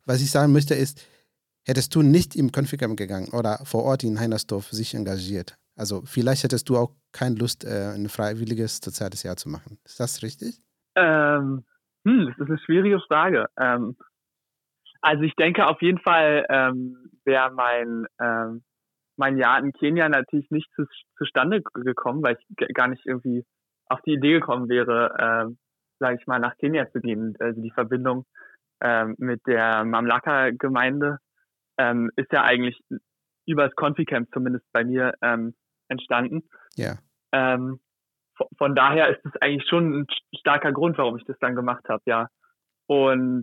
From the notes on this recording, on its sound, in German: per Telefonanruf